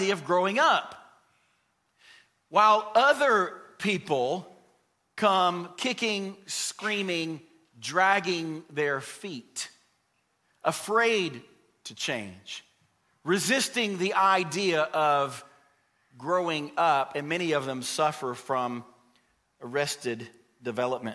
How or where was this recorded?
large echoing room